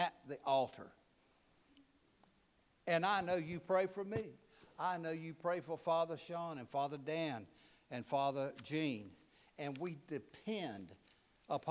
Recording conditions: large echoing room